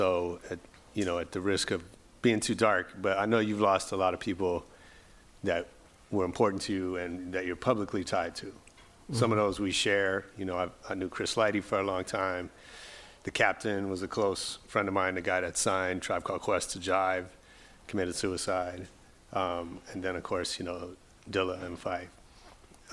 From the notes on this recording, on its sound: THREE YEAR ANNIVERSARY SPECIAL LIVE EPISODE. On stage at the LA Times Festival of Books: Newstory. This episode was filmed in front of a live audience.